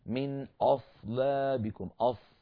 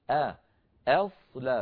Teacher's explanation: فننتقل من همزة مرققة إلى صاد مفخمة · Shown in: second take